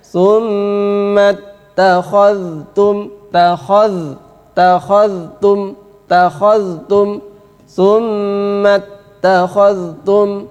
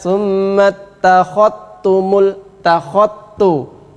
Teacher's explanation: Dzal bertemu dengan ta, Imam Hafiz membaca dengan izhar. Maka dzalnya harus jelas. · Shown in: first take